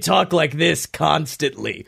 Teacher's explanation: I'm using, like, these, there's fake folds at the top of your vocal cords, and I'm using those muscles to vibrate, so I can talk like this constantly.